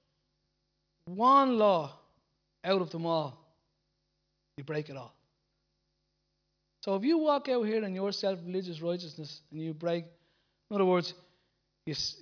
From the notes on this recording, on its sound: Recorded live at Liberty Church on 7th April 2019